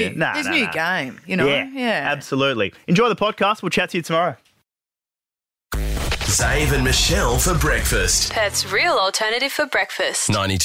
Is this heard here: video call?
no